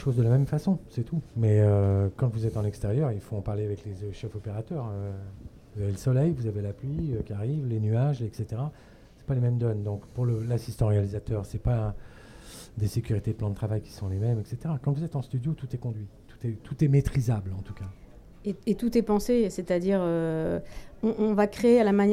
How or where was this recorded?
busy venue